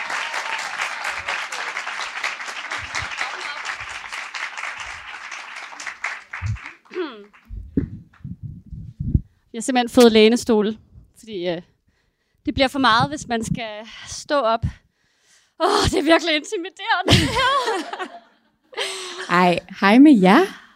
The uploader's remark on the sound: Live fra Christianshavns Beboerhus. En liveoptagelse fra vores vidunderlige live talk og brevkasse, som vi afholdt i et udsolgt Christianshavns Beboerhus. En dejligt live-skramlet specialudgave af Astropod.